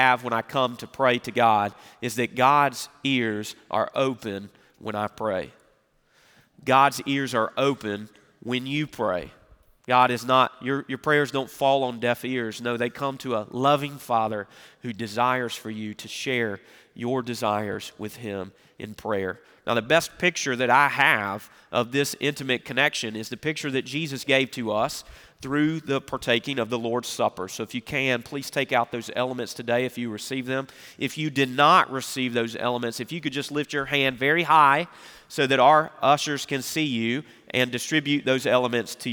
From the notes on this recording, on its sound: Recorded Live at Brookwood Church on 11.26.2023